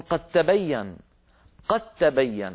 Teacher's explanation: العرب تقول قد، وتظهر الدال وتقلقلها، لكن لو جاء بعدها تاء يقولون قد تبين، قد تبين، ولا ينطقون الدال ولا يقلقلونها، بل يجعلونها تاء ويدغمونها في التاء التي بعدها